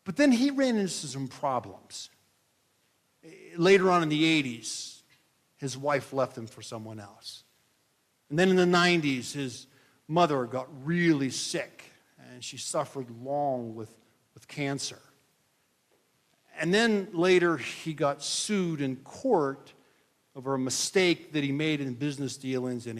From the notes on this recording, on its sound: This is a message that I delivered on Nov 26, 2023 at Midway Mennonite Church in Columbiana, OH